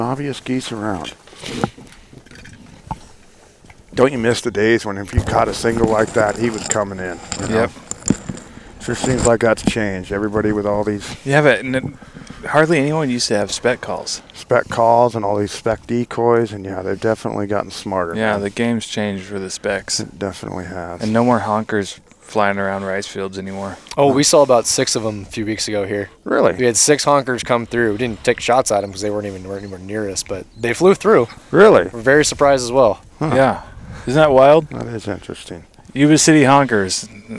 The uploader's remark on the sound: Recording from the blind with left coast waterfowl.